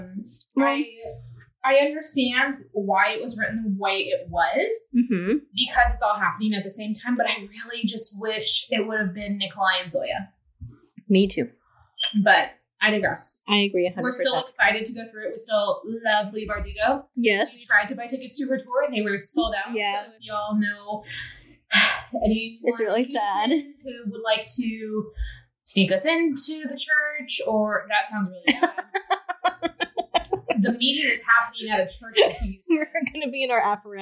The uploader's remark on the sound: Please forgive echoey audio. Started using a new editing software and is still learning how to use it!